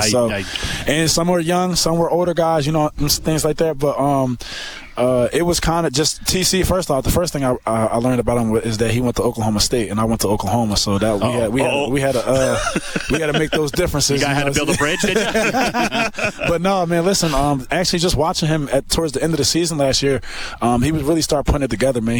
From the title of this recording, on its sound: LIVE from Commonwealth Stadium